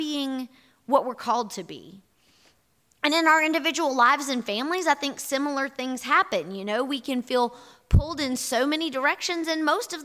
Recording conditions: large echoing room